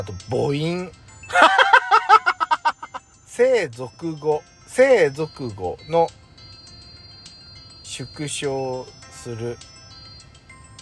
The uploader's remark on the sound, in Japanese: 23/7/10収録。2人組。パーキング収録。